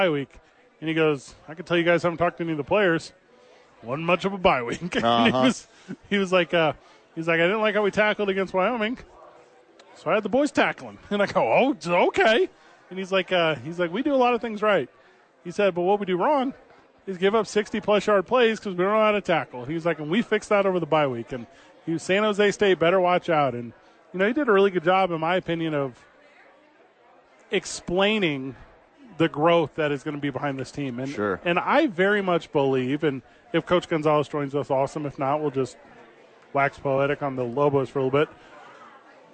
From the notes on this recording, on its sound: live at Sadies